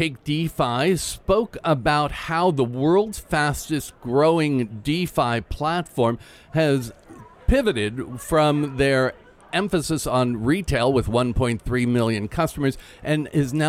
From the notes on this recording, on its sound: LIVE from Singapore Fintech Festival Day 3 Recap. Today was the last day of the Singapore Fintech Festival and we went live once again with the podcast.